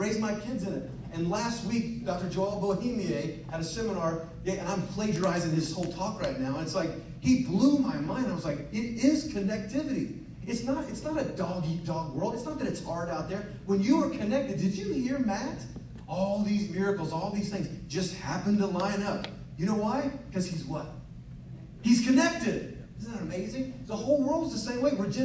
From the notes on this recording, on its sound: LIVE From The 2022 TCR Fall Event. Took the microphone and shared his story and message to the members of the TCR community.